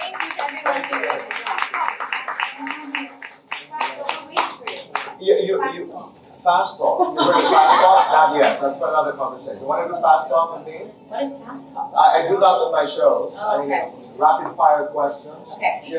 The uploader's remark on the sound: Manila press conference